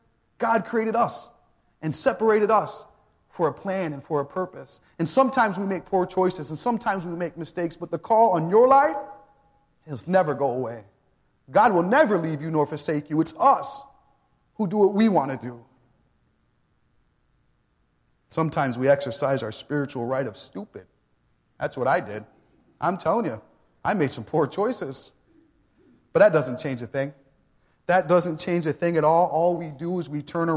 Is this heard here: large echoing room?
yes